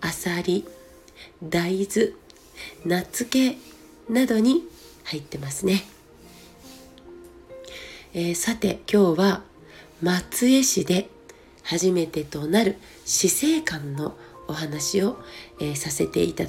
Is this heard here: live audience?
no